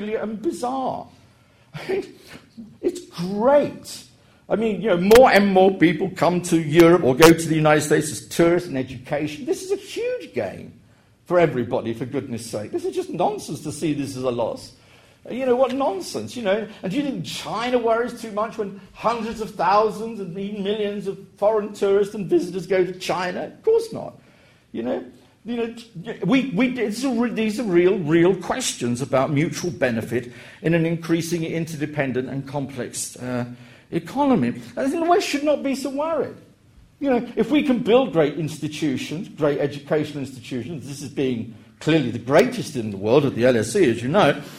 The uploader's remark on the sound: public lecture hosted by LSE Summer School